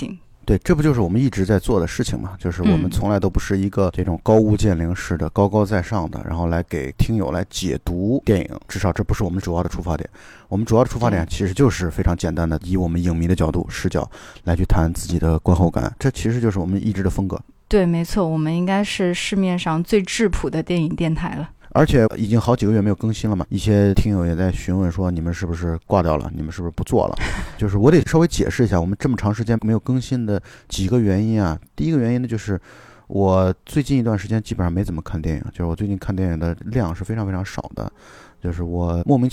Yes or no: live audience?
no